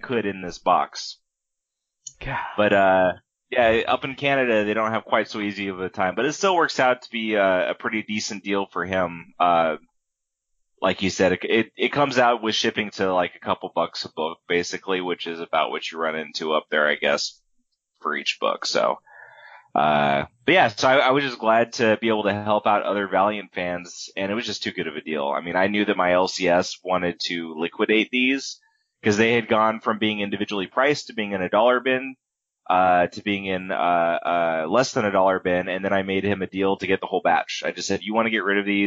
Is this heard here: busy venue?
no